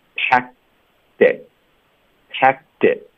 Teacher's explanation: Yeah,你说。大家甭管选第一句第二句，你都逃不掉老师听你这个轻轻的小腹，小腹对的音。对，从鼻子中两个门牙之间挤出来那点风，针对 F 的音是针对 Z 浊化成 F 是这样的。然后如果是 Z 浊化成，也是这样的啊，它是从舌头贴着上颚，都是很常见的。那我们先把这个继续讲完，OK？好，packed，这里呢有一个科连到特特别麻烦，所以呢是这样的，我们会把结尾的 D 连读到 it。Packed it, packed it.然后 pack 的这个科音会省略，会靠顶舌根导致停顿的